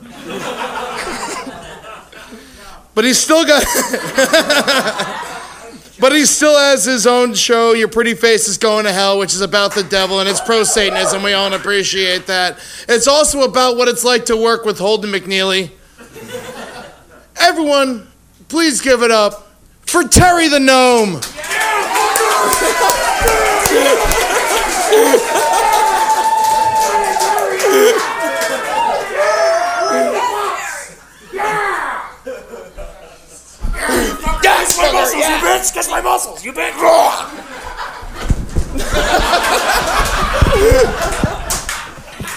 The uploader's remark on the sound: On this very special live episode.